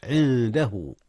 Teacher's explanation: إخفاء جاء هنا يا أستاذنا. أخفي النون قبل الدال، والدال من حروف الإخفاء.